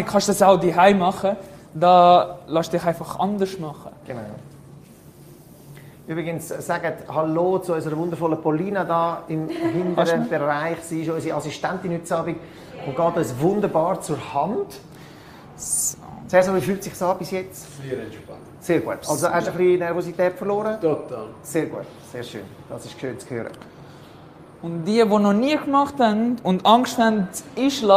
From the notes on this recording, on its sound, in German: Audio-Mitschnitt unserer monatlichen Live-Show direkt aus dem Barber Shop Einsiedeln